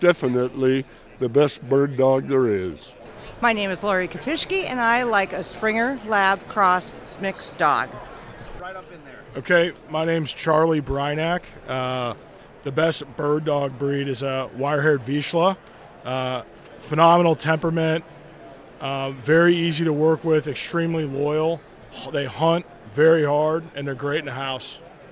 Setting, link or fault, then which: setting, busy venue